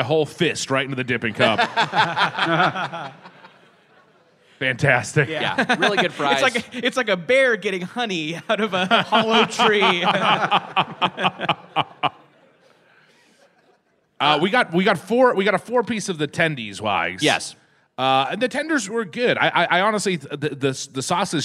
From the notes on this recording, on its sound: Recorded live at Revolution Hall in Portland 5/1/22.